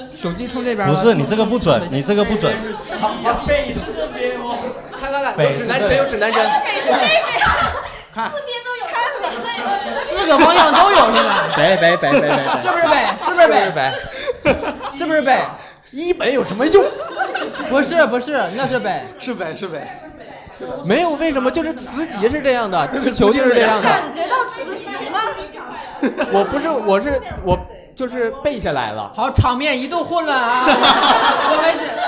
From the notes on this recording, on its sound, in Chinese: 现场观众因为找不找得到北的问题吵起来了！